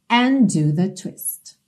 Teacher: And do, and termina em D, do começa em D, você tem um D só.